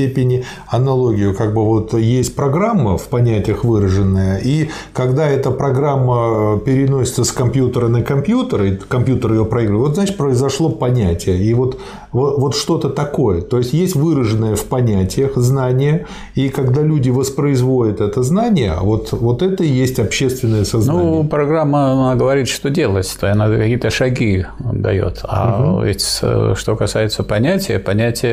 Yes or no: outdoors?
no